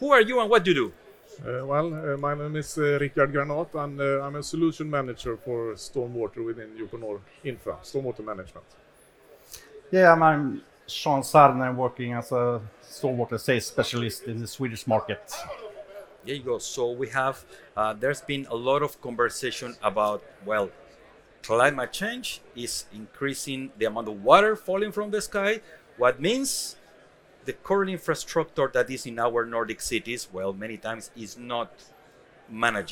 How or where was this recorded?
busy venue